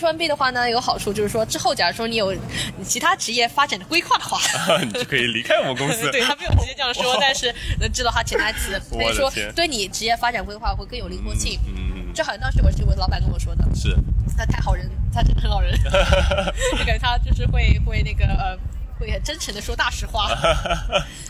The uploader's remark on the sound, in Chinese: 户外录音，稍有杂音，多谢谅解